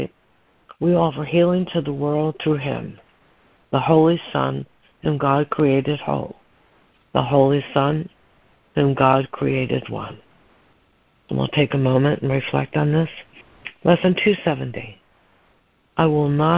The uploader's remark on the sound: ACIM Daily Conference Call